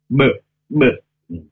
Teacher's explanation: Kalau huruf B itu ditekan kuat antara bibir atas dan bawah. B tidak sampai keluar nafas.